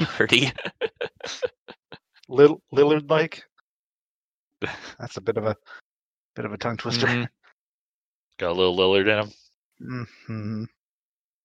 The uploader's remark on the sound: For the foreseeable future we have switched to remote recording for our safety and in typical GBBV Fashion we experienced some technical difficulties in recording this episode. We managed to salvage 98% of the episode but lost some of the intro and outro and have taken steps to prevent this in the future.